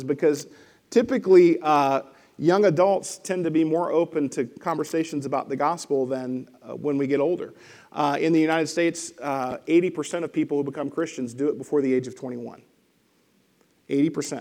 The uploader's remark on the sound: Lesson presented at The Crossings Church Collinsville in Collinsville, IL – a non-denominational church that meets Sunday mornings at 2002 Mall Street, Collinsville, IL.